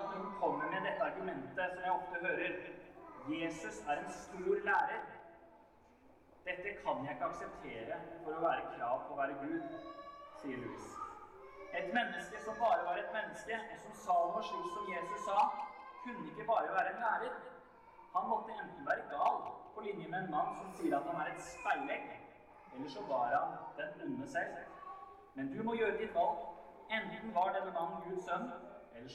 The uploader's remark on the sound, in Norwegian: Vi beklager dårlig lydkvalitet i dette opptaket.